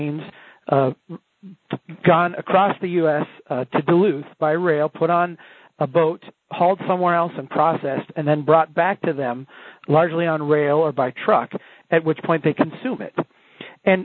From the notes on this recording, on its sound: On this call recording. Call originally recorded on November 17, 2010.